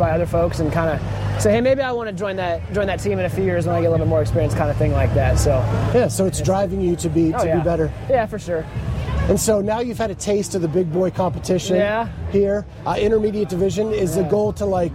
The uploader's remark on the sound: LIVE from TFX